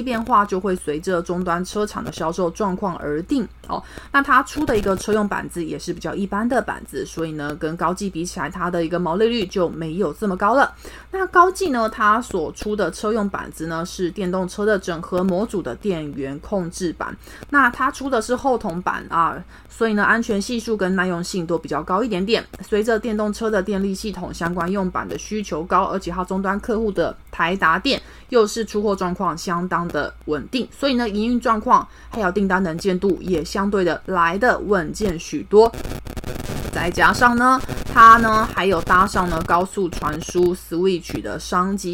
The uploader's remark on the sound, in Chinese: 本集有些許雜音，已亟力避免，如有察覺請多多包涵